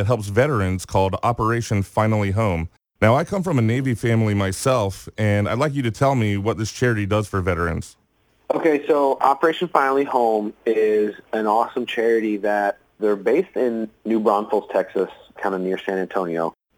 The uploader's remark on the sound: The interview was conducted over the phone